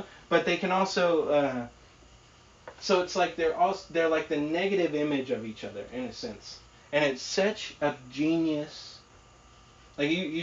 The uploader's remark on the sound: Sorry for the audio quality. Still learning to edit.